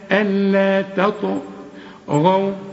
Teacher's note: يبقى الطاء والغين مفخمين